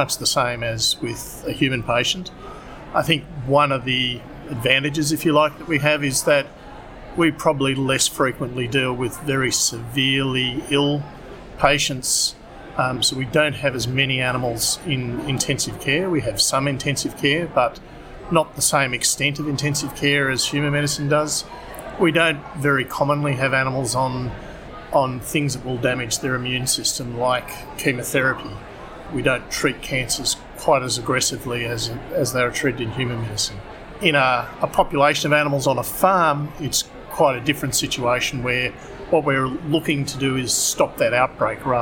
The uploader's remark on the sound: Recorded live at the 2019 National Antimicrobial Resistance Forum.